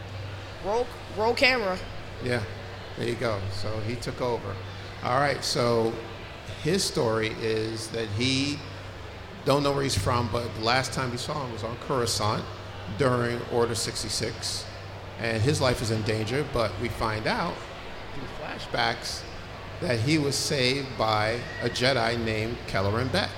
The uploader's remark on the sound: A Special FATHER.SON.GALAXY. Panel at FANEXPO Chicago 2023. Recorded at FANEXPO Chicago.